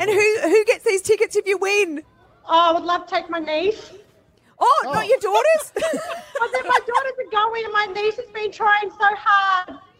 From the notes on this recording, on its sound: Brekky In The Burbs LIVE from Southbank.